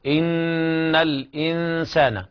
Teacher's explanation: إخفاء حقيقي لوقوع السين بعد النون الساكنة